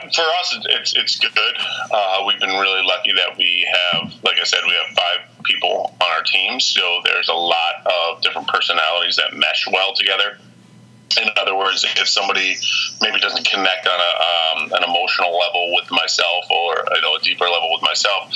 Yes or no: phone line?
yes